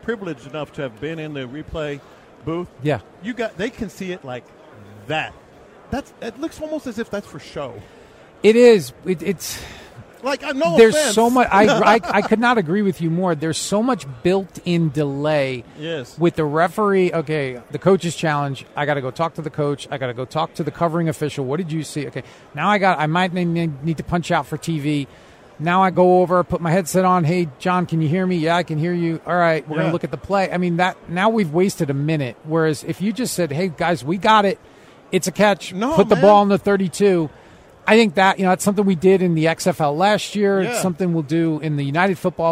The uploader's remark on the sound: Joins The Show LIVE At Radio Row